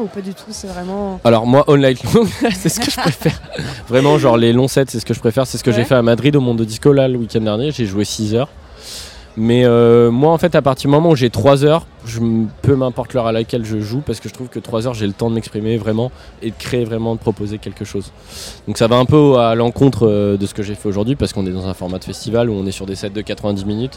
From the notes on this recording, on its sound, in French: Ce week-end on est en territoire Landais au Little Festival pour quelques jours a se mettre au vert (ou pas).